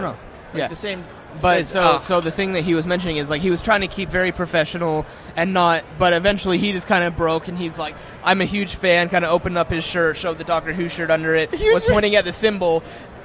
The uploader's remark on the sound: broadcast live cdom Wondercon 2018 in Anaheim